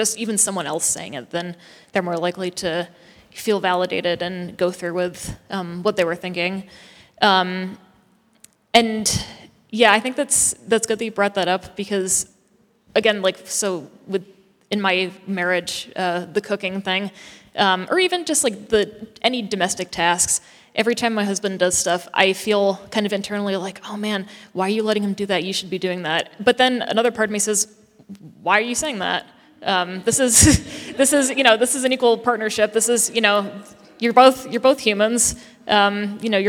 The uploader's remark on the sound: Answers questions from the congregation and facilitates discussion.